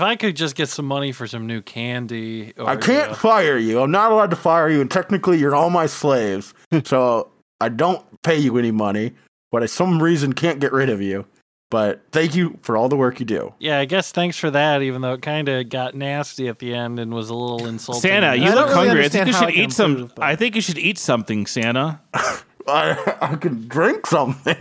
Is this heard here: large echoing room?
no